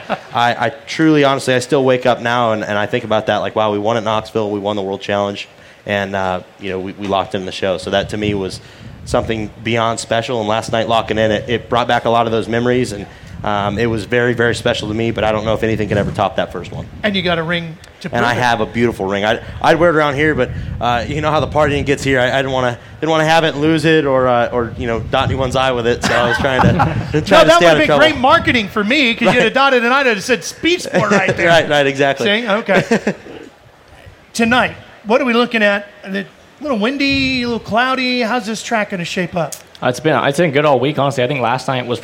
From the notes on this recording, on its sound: Recorded at the 59th Knoxville Nationals in front of a LIVE audience. Two of sprint car racing's biggest names grace the SPEED SPORT stage at the same time!